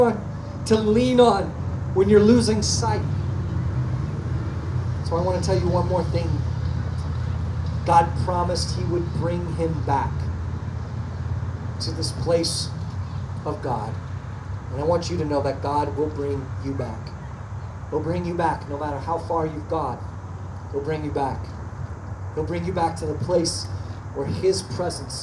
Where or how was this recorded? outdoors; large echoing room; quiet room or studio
outdoors